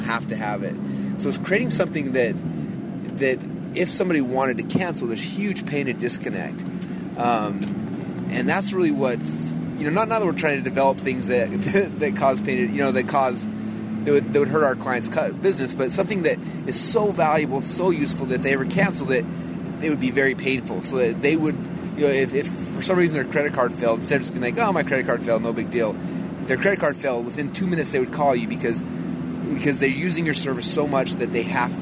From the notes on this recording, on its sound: I’m in the Ferrari driving home at 2:00 in the morning. It is freezing cold!